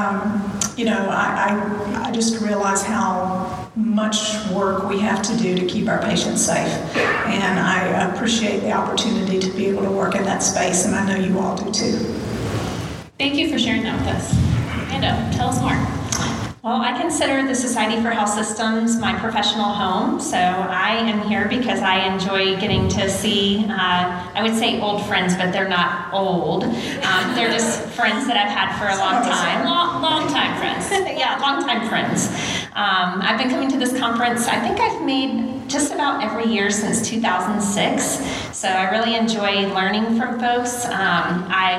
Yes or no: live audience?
yes